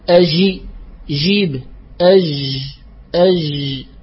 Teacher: هي مجهورة لكنها رخوة يجري مع الصوت · Term: جيم مغربية